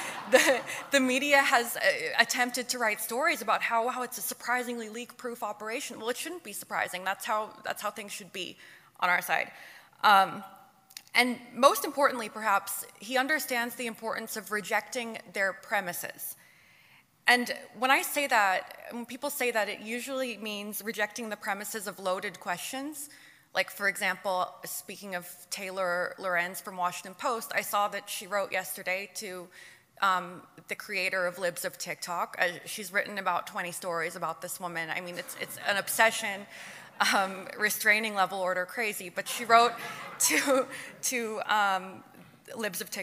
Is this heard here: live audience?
yes